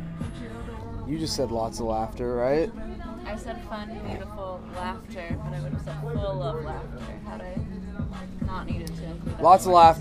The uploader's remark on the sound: There is considerable background noise, foul language, and general chaos.